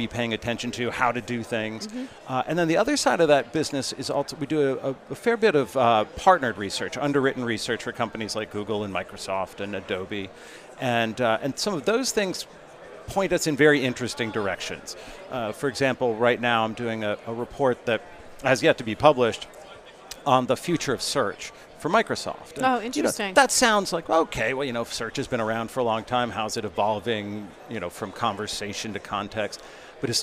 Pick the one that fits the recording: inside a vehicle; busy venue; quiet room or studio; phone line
busy venue